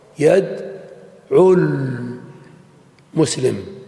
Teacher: انظر كيف انتقلنا من العين في يدعو إلى اللام في المسلم وحذفنا الواو، يدعو المسلم والواو سقطت بسبب التقاء الساكنين.